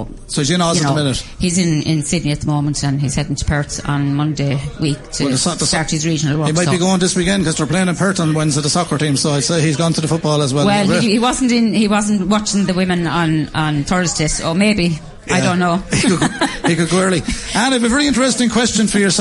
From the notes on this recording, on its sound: As broadcast live from Matt The Millers.